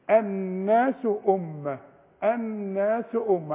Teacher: إذن بلزق لساني في النون بلزقه الناس، وبلزق شفايفي في الميم اللي عليهم الشد. كان الناس أمة واحدة في غنة هنا.